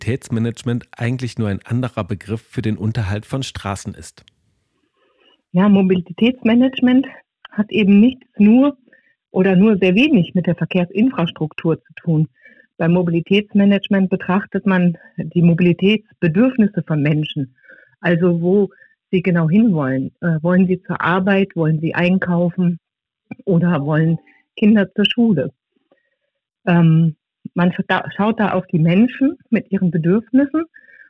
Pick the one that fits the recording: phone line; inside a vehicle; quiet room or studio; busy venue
phone line